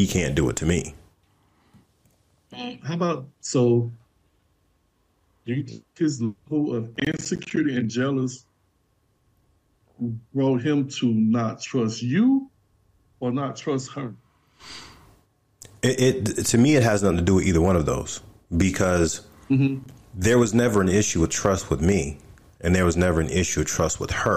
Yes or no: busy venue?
no